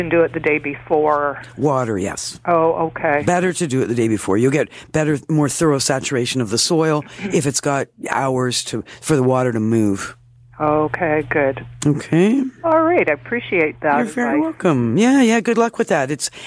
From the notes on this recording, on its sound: Back In The Studio. Familiar callers phone.